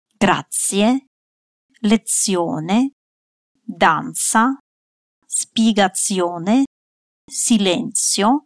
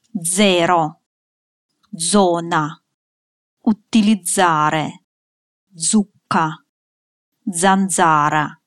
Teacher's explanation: Z читаем как С или З, то есть более глухой или более звонкий звук.